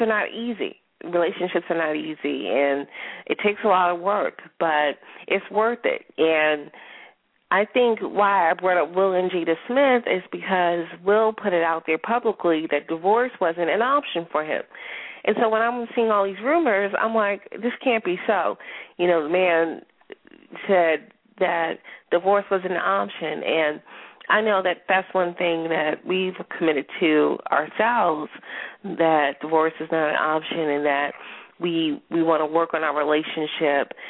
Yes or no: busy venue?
no